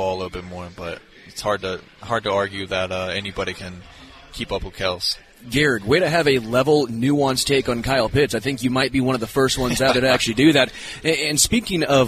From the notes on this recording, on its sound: LIVE from Hollywood Casino!